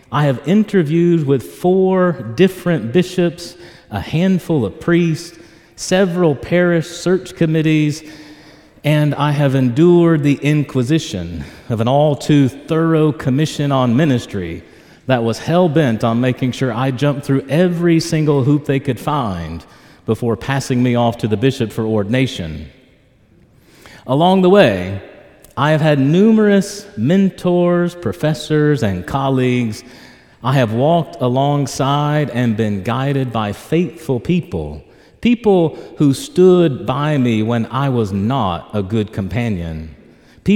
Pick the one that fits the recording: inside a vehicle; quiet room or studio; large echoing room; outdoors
large echoing room